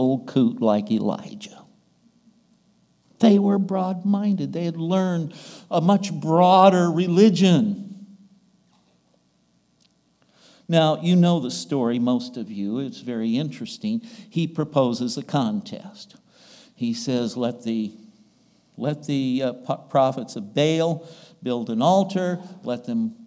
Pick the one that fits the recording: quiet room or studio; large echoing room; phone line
large echoing room